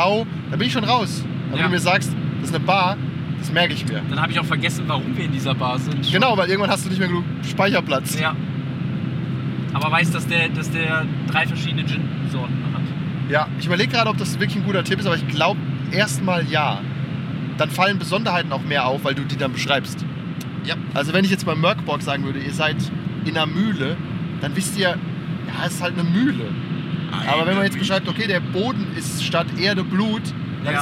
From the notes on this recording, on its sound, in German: Die Audioqualität leidet etwas darunter, da wir im Auto auf dem Hin- und Rückweg aufgenommen haben